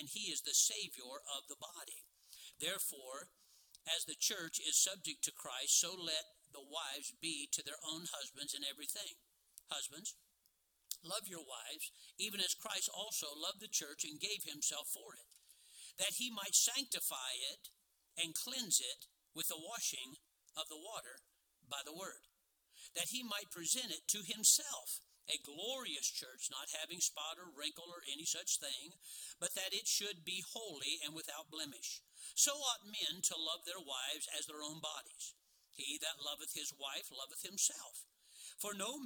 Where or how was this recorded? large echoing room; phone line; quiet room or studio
large echoing room